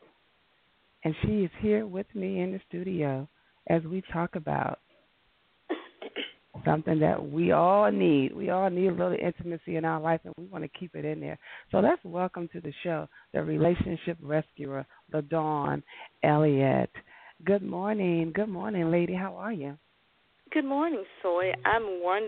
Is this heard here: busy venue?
no